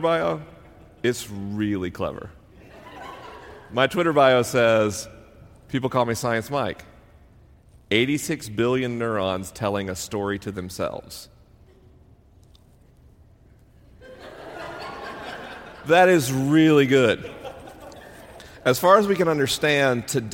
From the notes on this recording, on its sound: LIVE in Los Angeles, CA. This week is a live episode. The questions are unscreened and the answers are unrehearsed. I'm traveling around the country on tour.